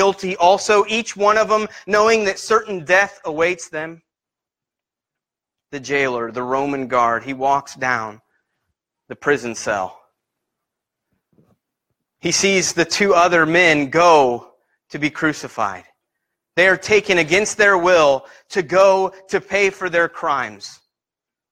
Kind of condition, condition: setting, large echoing room